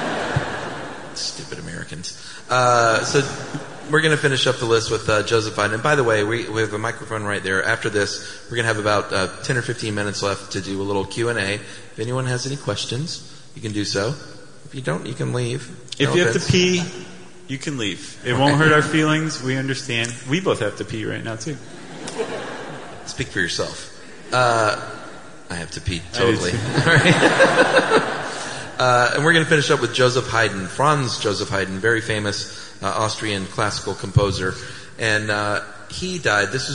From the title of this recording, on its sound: Stuff You Should Know Live in London